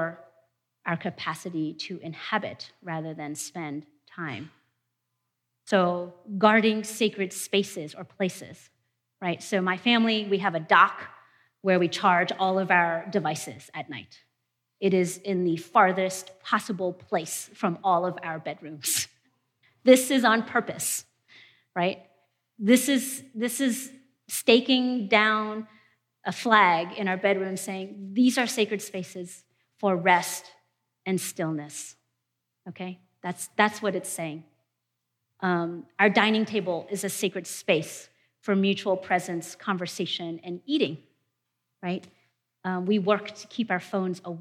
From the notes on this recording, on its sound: presentation from our 2019 conference